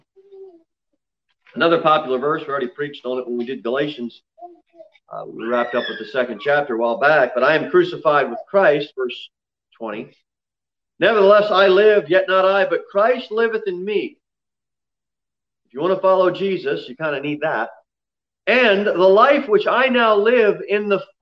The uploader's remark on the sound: Sermon delivered at Pilgrim Baptist Church on Thursday, October 8, 2020, at 6:15 pm. Jere Whitson Rd.